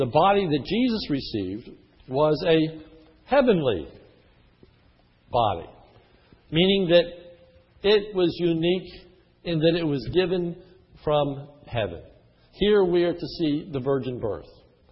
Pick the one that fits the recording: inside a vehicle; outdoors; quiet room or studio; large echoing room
large echoing room